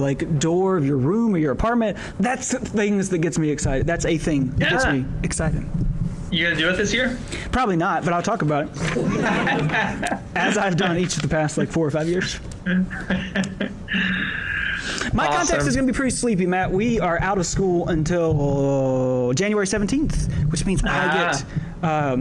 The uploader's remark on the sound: Live from Chicago and the 2016 Lutheran Student Movement National Gathering